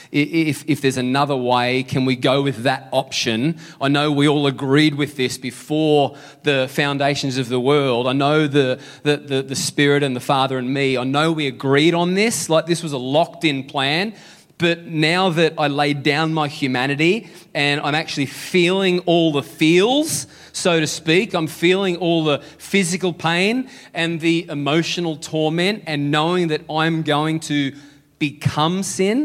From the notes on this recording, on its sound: Sunday July 23 Echo Church Melbourne